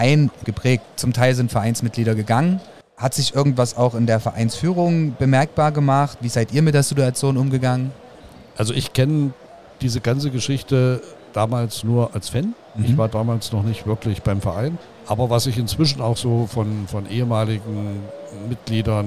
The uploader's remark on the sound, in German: LIVE aus unserem mobilen Podcast Studio von der Modell-Hobby-Spiel auf der Messe Leipzig.